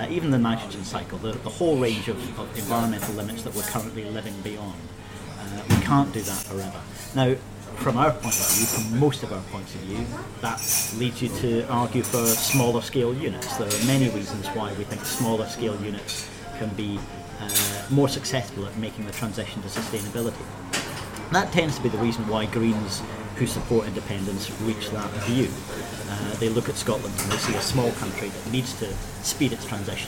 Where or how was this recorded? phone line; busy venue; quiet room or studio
busy venue